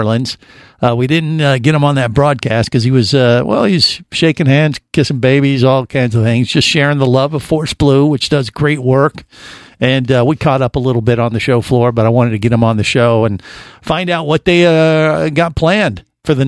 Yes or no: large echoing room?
no